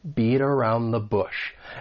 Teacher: When pronouncing this phrase, and this is more about the American accent because I am from the United States, that final T in beat, it comes between two vowel sounds. So I am going to pronounce this as a flap T, which is going to sound more like a soft D.